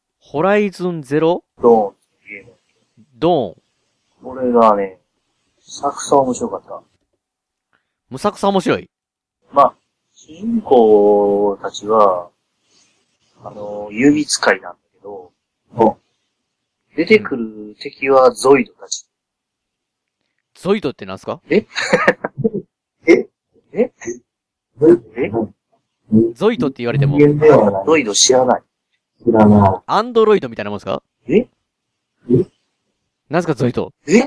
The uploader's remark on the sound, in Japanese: 今回収録環境のトラブルで音声が悪くすみません！